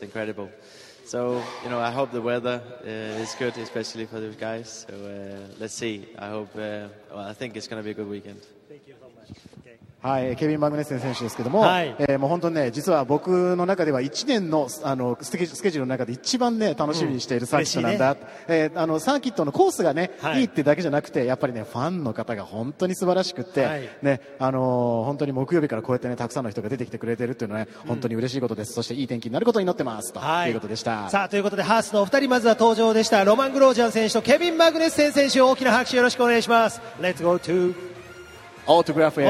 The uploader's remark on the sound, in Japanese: 鈴鹿サーキットから臨場感たっぷり録れたて音声をお届けします。